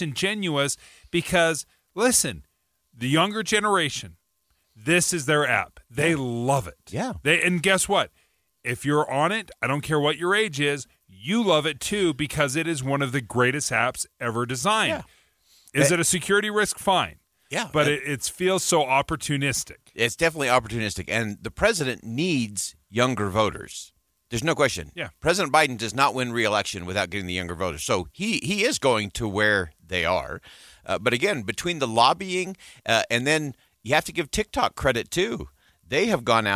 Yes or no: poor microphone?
no